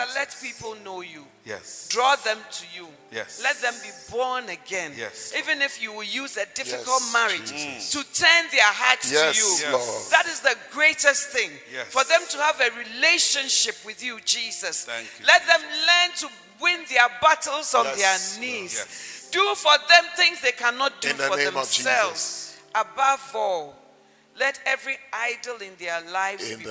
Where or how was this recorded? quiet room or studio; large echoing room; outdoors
large echoing room